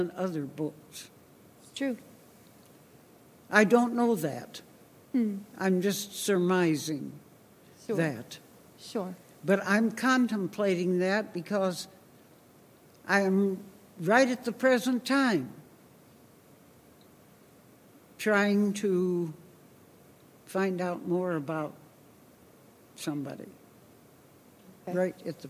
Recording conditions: large echoing room